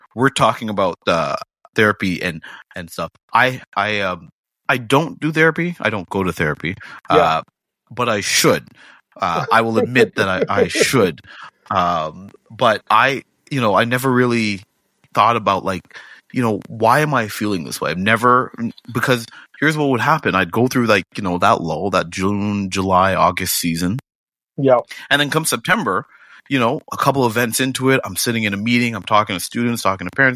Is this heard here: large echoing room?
no